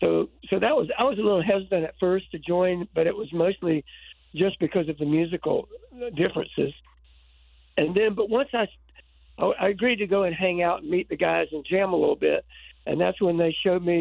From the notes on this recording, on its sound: called